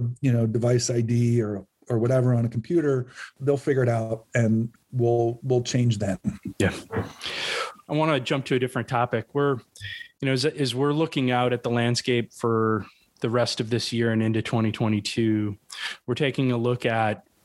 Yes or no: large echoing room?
no